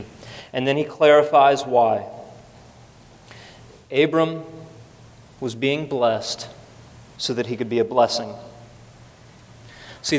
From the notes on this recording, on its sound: at the first service of Redemption Hill Church on Sunday, November 4th, 2012.